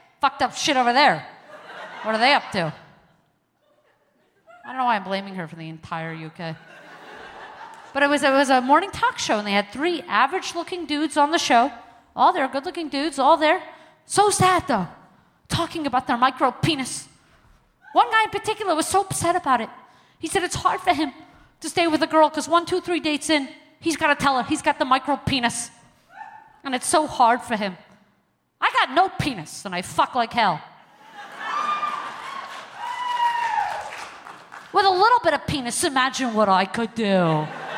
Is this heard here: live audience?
yes